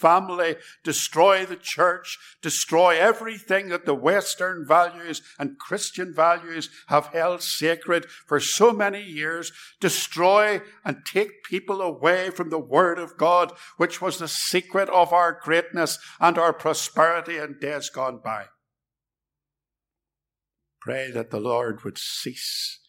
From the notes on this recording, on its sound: This sermon was preached at Ballymacashon and Templepatrick Reformed Church. It was recorded at Templepatrick.